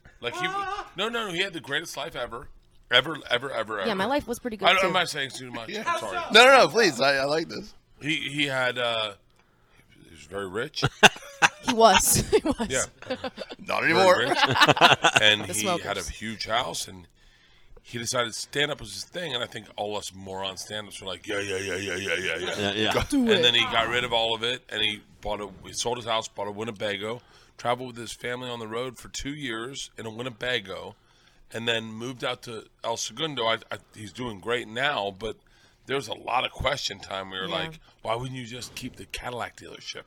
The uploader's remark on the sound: live from the legendary Comedy Cellar in NYC’s Greenwich Village